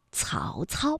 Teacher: 曹操呢是舌尖要抵住上齿背去发音的